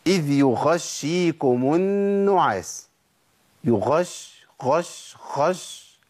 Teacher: جري النفس بقى الصوت قريب من الخاء